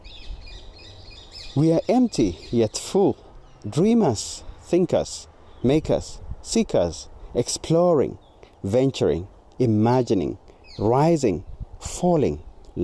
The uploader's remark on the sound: Recorded on a Sunny Saturday morning with the ambience of my home studio - In the Garden with birds singing, dogs barking and the beautiful sounds of nature.